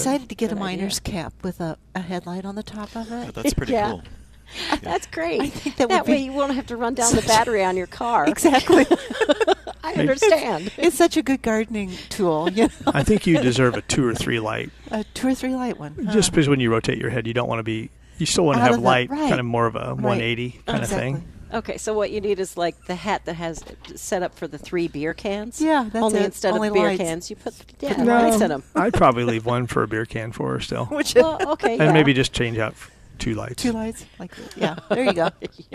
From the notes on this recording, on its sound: Plant Experts Live at Prairie Gardens. Every Saturday morning live from Prairie Gardens.